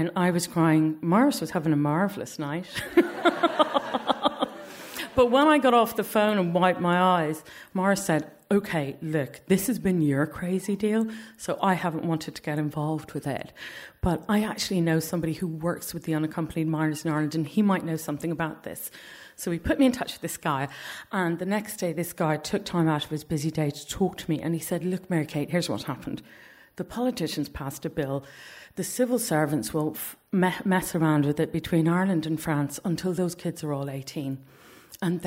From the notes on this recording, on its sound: Three stories recorded live at our monthly Story Slam.